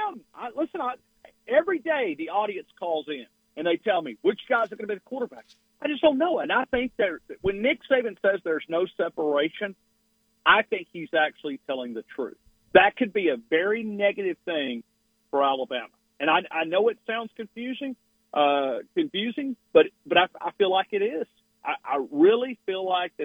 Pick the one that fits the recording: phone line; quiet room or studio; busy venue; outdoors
phone line